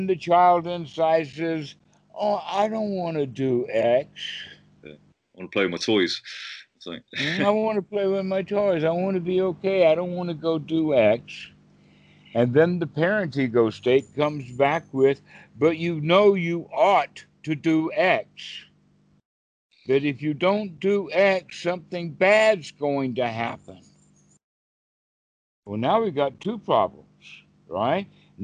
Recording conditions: video call